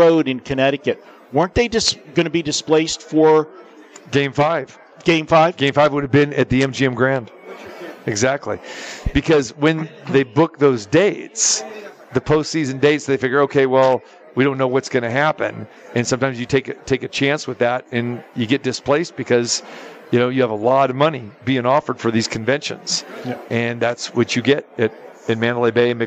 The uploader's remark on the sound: Live from Super Book at the Westgate Las Vegas